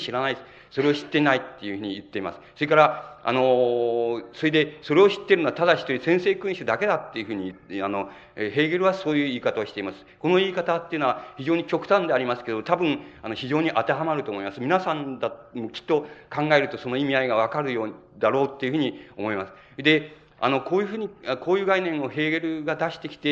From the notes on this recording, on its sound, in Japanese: 場所：北九州市小倉・毎日会館ホール。北九州小倉にある書店、金榮堂の 創立65周年記念として行われた。暑いなか450名がかけつけた。音源は主催者提供。かなりクリア。